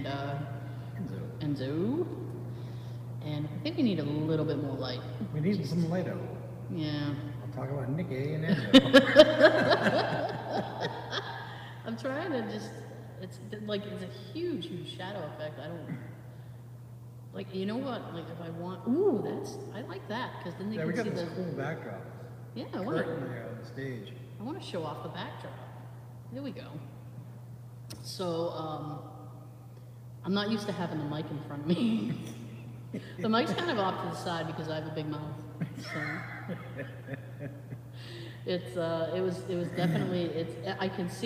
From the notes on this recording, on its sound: Recorded entirely in the Haunted Town Hall, we try to keep our cool as we hear noises throughout the night.